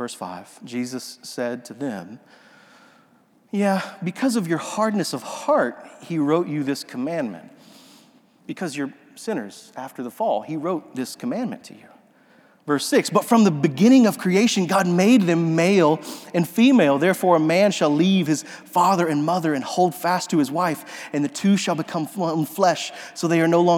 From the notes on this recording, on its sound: This sermon audio was captured during a worship gathering at Restoration Fellowship in Memphis, TN.